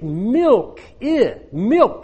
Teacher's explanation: He couldn't form the ih. He was so used to saying the uh for the short I.